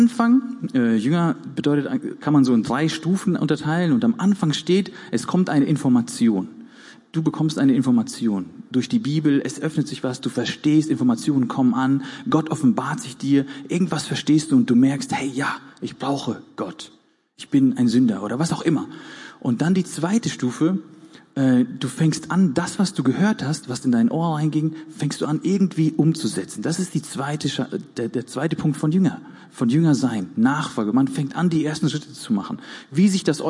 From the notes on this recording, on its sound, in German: Gottesdienst der Kirche für Bonn